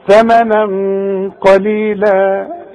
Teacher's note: عند الوصل هنا بقى هفخم الغنة دي علشان خاطر القاف